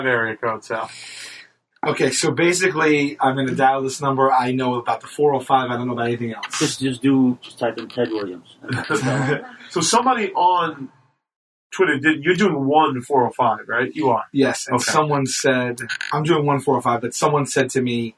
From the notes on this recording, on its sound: In this audio challenged episode